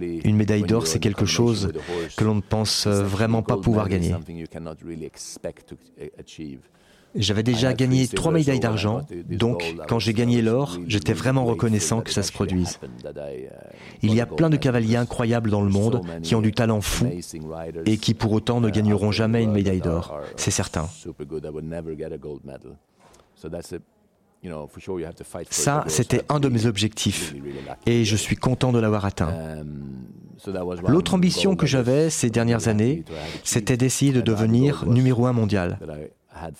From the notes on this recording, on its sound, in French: enregistré il y a quelques semaines au coeur du CHI de Genève